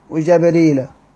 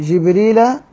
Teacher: اللي بيفرق بينهم إيه؟ فتح الجيم وكسر الجيم